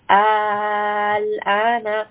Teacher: The lam, I don't spend too much time and I don't merge the lam with the med in al-ana. · Term: mukhaffaf